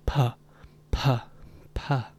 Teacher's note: So for example, if you hold your fingers up to your vocal cords and you pronounce the letter P and just say puh, puh, puh, your vocal cords don't vibrate